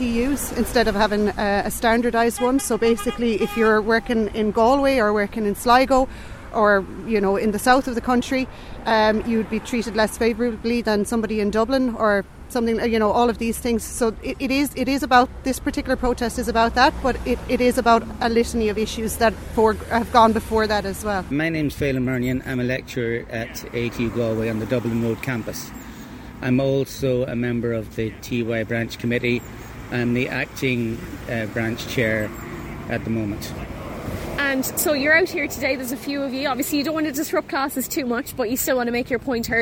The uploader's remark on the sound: Small group of lecturers gather outside ATU Galway as part of national protest. Spoke to these lecturers outside ATU.